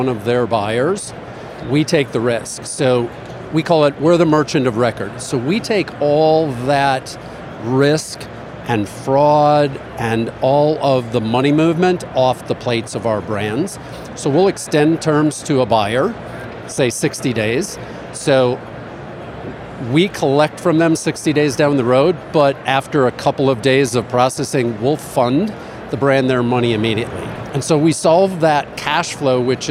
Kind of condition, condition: setting, busy venue